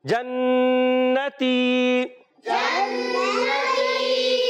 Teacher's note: نون مشدد ہے. پیارے بچوں کیا ہوتا ہے، ہمیشہ ایک الف کا غنہ ہوتا ہے، ایک الف کا غنہ ادا کریں گے اور آخر میں یا مدہ کو باقی رکھتے ہوئے ادا کریں گے.